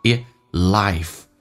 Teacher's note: I 这个发音稍微的饱满一点，先发 A 再发 I